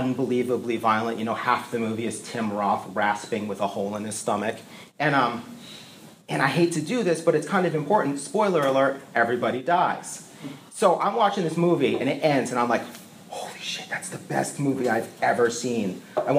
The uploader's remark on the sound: Recorded in Ideation + Process class at Minneapolis College of Art & Design, July 2015.